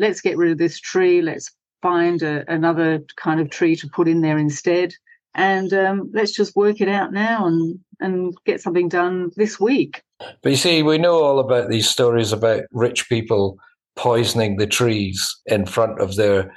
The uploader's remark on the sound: There’s a different sound to the Flat Chat Wrap this week. It was recorded over Zoom. It’s been hastily edited on his laptop in between hikes, hotel moves and failing internet.